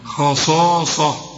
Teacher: ثلاث حروف مفخمين جنب بعض، خاء صاء والمد بتاعها كمان مفخم